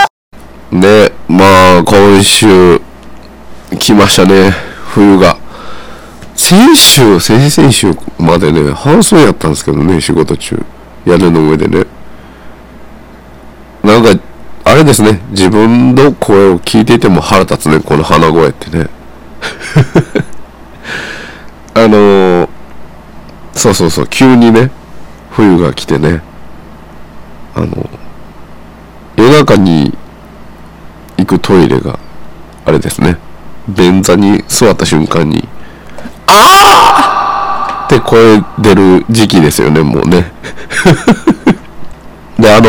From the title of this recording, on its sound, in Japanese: 全体的にお聞き苦しい回